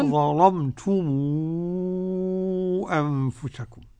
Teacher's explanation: ميم الجمع هنا بقى هيقرأها ورش بالصلة ست حركات، ومن قبل همز القطع صلها لورش، تصير عنده مدا منفصلا، مدا منفصلا.